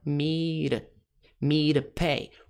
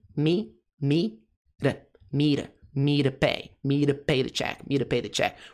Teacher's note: esse to vai virar ra